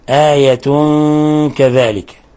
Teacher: آية كذلك تنوين ضم جاء بعده الكاف، الحكم التجويدي أنه إخفاء حقيقي